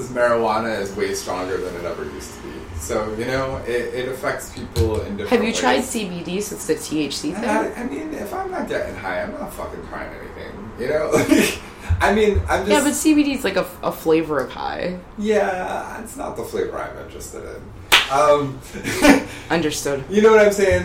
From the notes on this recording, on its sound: They sit down in their living room amidst the ambient sounds of New York City